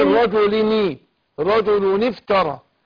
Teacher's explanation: لا الرجل ني رجل ني افترى عشان هنا ايه التخلص والتقاء الساكنين كسرنا نون التنوين بتاع رجل